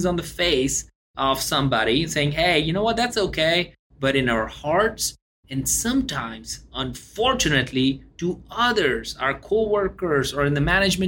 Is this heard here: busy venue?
no